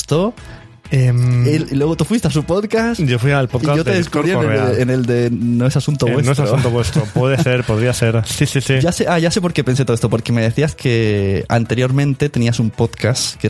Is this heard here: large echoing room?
no